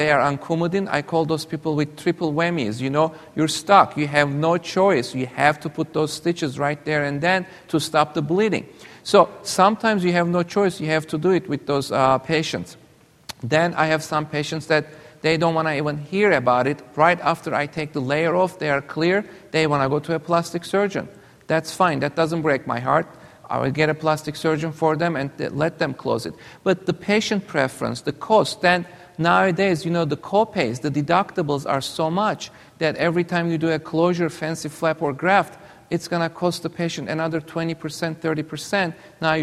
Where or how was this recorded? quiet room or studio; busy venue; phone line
busy venue